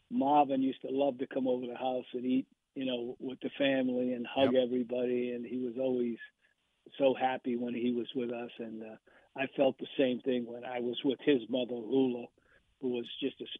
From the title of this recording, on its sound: calls in Live